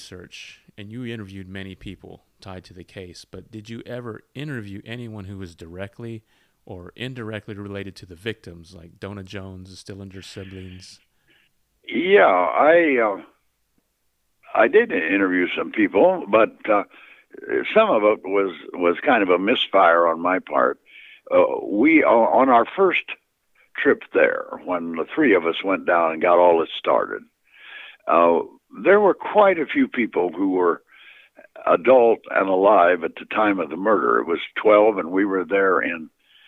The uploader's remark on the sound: phone interview